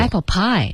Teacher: Apple pie 其实它的重音是 pie， okay,然后 apple 就不用加重音了